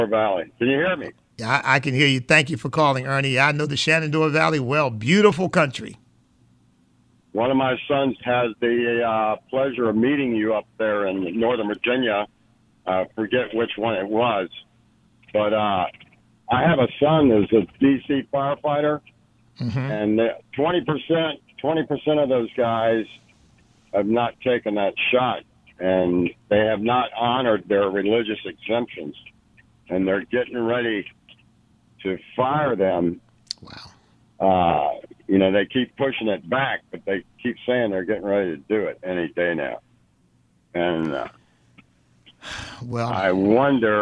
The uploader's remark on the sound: Your Phone Calls